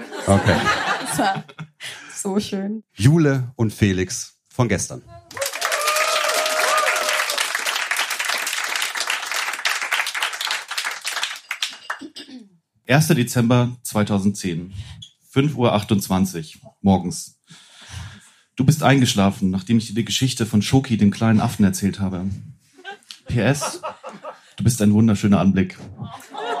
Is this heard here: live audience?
yes